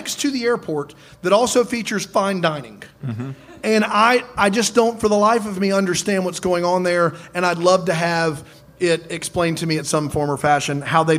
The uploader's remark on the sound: LIVE from NYC